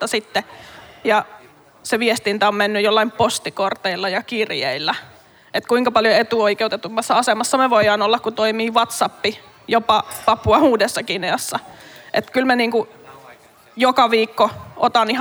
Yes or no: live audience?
yes